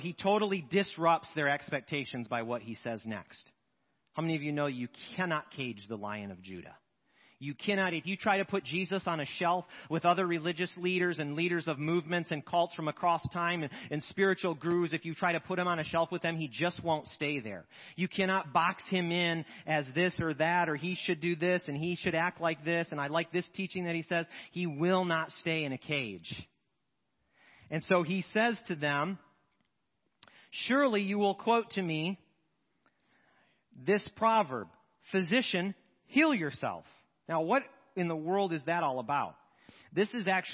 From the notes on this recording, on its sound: Sermons preached at Church of the Good Shepherd, Maitland, Florida. 10AM Service.